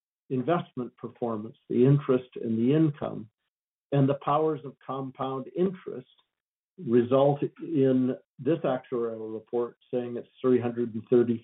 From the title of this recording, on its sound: Calgary Telephone Town Hall